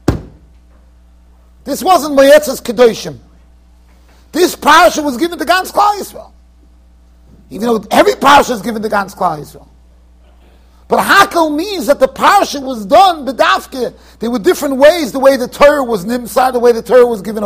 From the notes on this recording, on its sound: Shiur recorded in Yeshivas Ohr Reuven, Monsey NY.